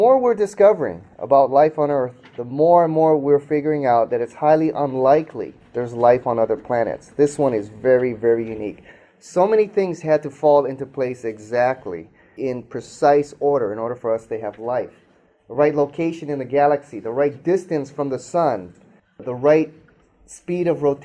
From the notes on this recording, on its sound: speaks to a live audience